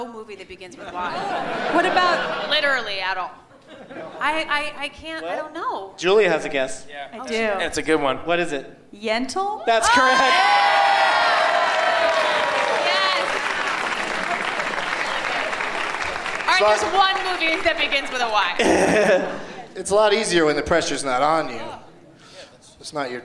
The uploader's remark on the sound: Live from the Gramercy Theatre in New York City